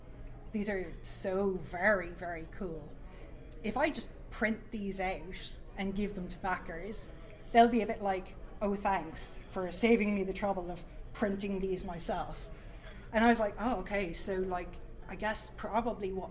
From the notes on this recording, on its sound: Live at Dragonmeet 2019! Three members of the UKIRPGL business talk panel met in person on the 30th of November, at Dragonmeet in London. In our first ever live recording. As well as taking questions from the audience!